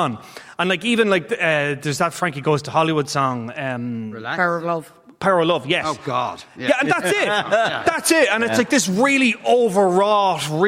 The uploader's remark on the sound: LIVE from Triskel Arts Centre in Cork.